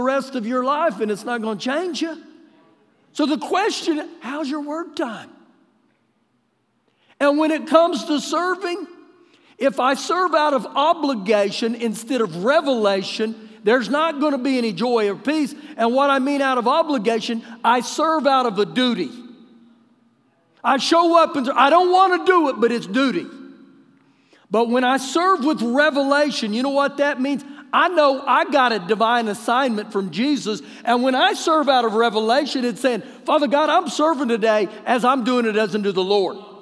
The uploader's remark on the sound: Recorded live during our Wednesday night service.